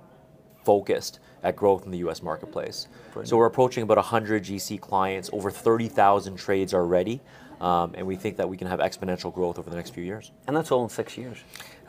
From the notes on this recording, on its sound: Today's episode of The Preconstruction Podcast was recorded Live at Precon World 2023 in Dallas.